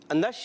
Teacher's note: شین کی ادائیگی کلیئر کہیں گے اور منہ میں آواز پھیل جاتی ہے